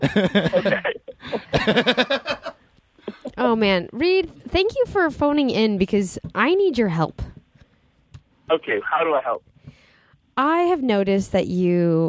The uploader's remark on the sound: Calls in to break down flirting do's and don'ts. It's our first phone interview!!!